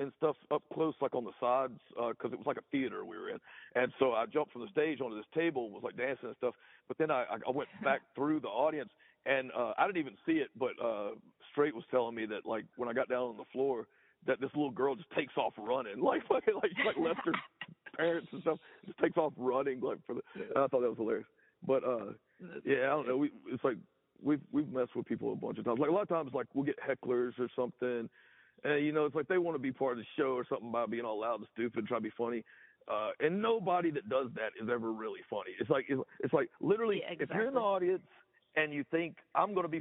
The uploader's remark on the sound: answered the Groovy Ghoul podcast phone call